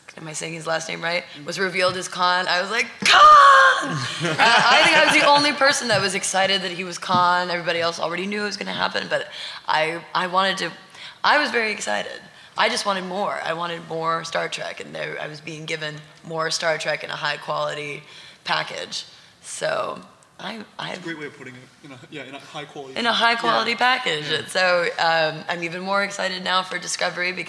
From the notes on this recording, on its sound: At Star Trek Mission New York, just days before the 50th anniversary. This week’s episode is a recording of the panel.